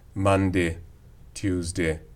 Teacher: schwa is occurring in the days of the week in some accents